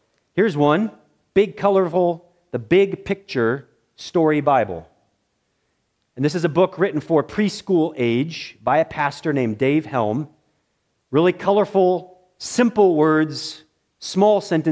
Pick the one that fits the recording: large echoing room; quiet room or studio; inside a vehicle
large echoing room